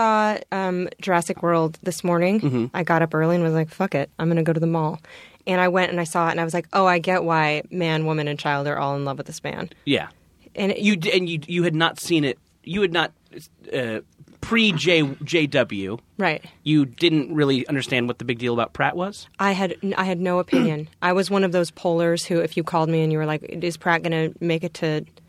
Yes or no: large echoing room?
no